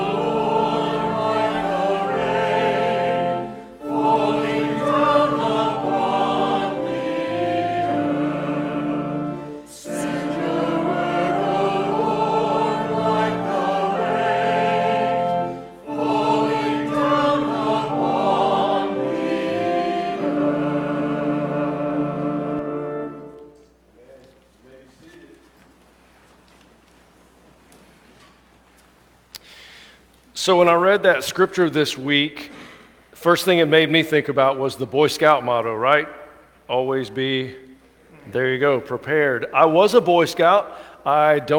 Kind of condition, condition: setting, large echoing room